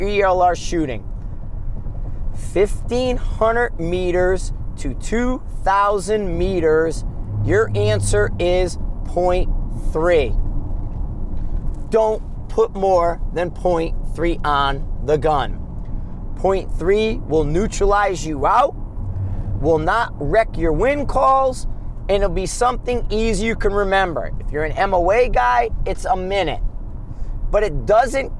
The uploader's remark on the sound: Driving Back from Gunsite, a road trip episode